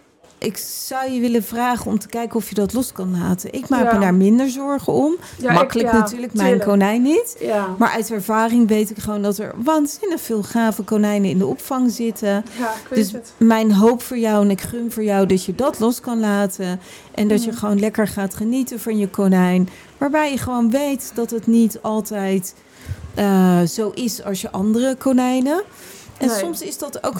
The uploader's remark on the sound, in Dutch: Live vanaf Animal Event